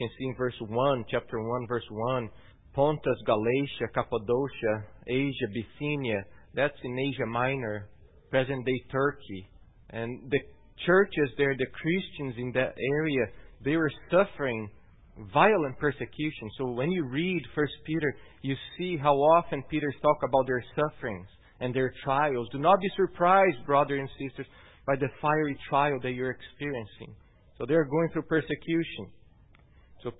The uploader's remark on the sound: At Gracious Cross Reformed Church Salem on Sunday, June 10th, 2018.